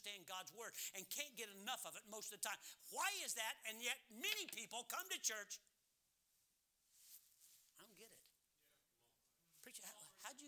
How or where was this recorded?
large echoing room